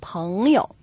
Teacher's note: 朋友读的是后鼻音，读的时候把口张开，舌头退后一点